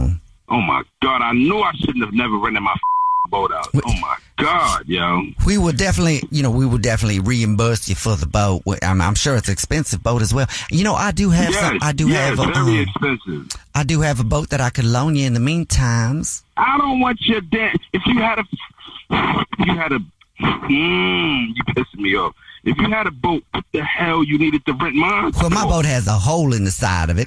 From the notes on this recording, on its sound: phone prank style